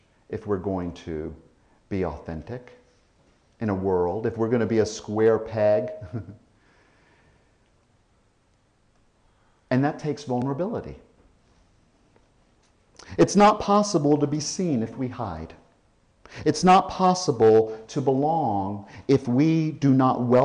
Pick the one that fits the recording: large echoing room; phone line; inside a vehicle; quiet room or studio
large echoing room